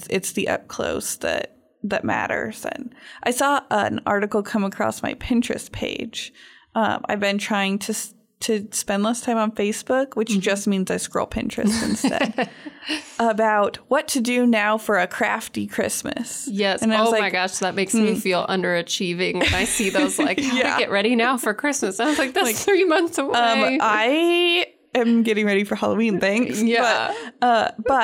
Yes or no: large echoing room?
no